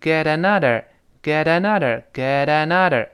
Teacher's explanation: get 和 another 那个 t 碰到了 a，变成 get 啊，再浊化变成 get 啊。